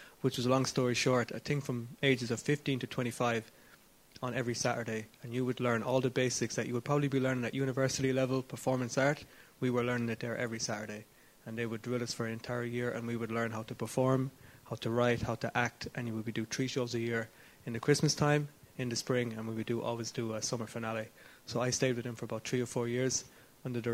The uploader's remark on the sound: Every year, Catalyst International Film Festival presents a programme that prioritises stories and storytellers currently under-represented on screen and behind the camera. Recorded at this year's festival in March.